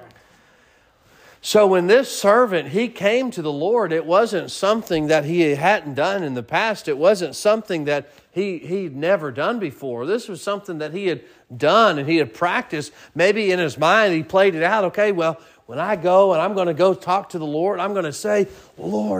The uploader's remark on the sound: Sermon preached at Mid County Baptist Church